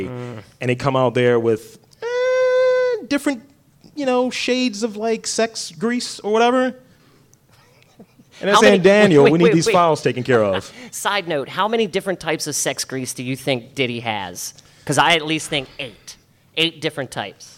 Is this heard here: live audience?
yes